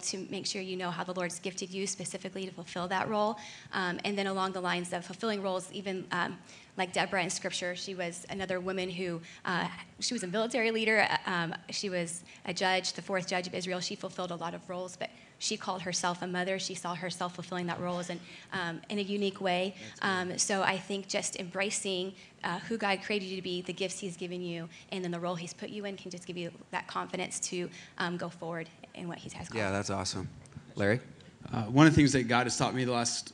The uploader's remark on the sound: Panel Discussion at Rock Hill Conference.